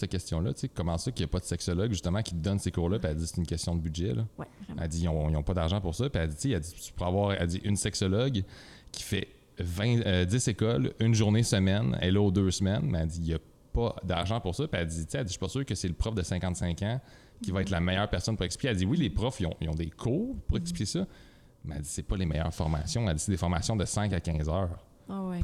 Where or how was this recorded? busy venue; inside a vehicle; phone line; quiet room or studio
busy venue